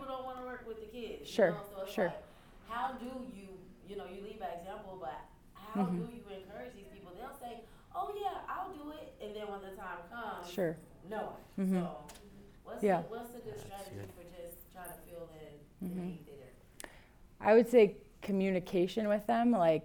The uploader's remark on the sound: EQUIP Conference 2022 – April 30th Breakout. At EQUIP Conference.